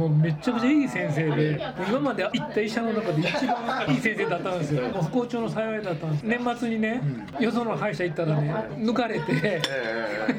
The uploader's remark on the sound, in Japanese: バルで収録したため結構ガヤガヤしてます。